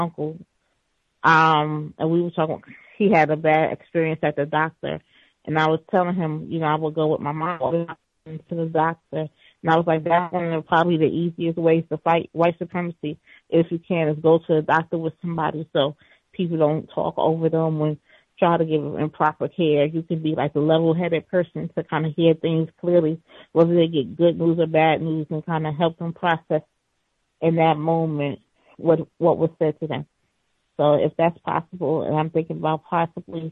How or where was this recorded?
phone line